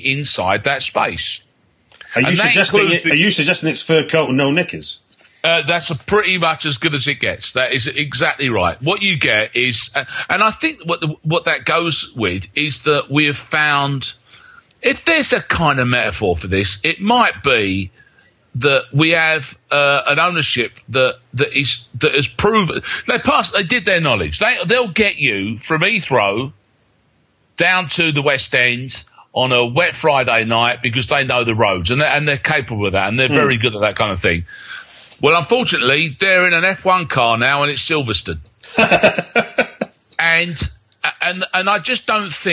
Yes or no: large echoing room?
no